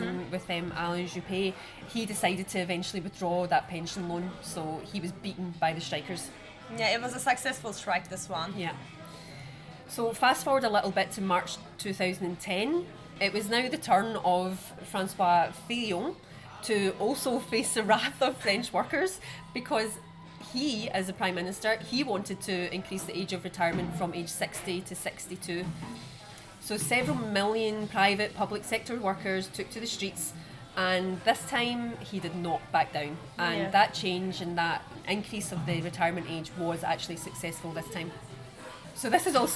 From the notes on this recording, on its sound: We recorded this episode on 2 December 2023, at Paradis du Fruit . At Paradis du Fruit.